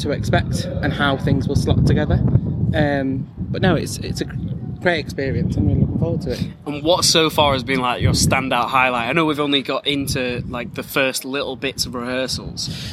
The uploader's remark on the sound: It's the final music rehearsal night before floor rehearsals start. Live in the LBT Courtyard with some backstage interviews.